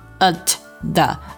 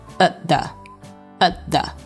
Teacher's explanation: at 和 the 之间要做一个失去爆破处理啊 · Shown in: second take